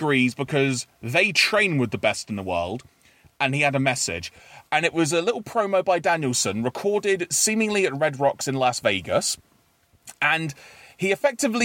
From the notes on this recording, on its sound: Gather in the car studio.